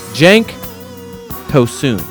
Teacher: It is simply an oo sound. So the stress is more in the second half of his last name